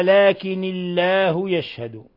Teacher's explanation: رققنا لفظ الجلالة لأنه سبقه كسر تخلصا من التقاء الساكنين، لأن لفظ الجلالة في همزة وصل ساكنة والنون ساكنة، فلابد أن نتخلص من النون الأولى من سكونها فنحركها بكسر، ولفظ الجلالة يرقق حينئذ.